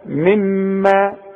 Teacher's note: يبقى الاولى ما غنهاش والتانية اغنها، انما اذا وصلت لهم مما اغن دي واغن دي بقى. · Term: غنة